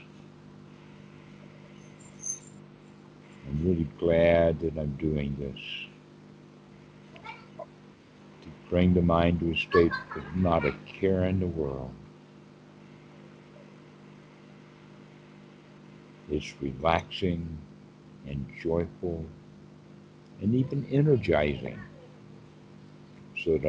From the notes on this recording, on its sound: skype calls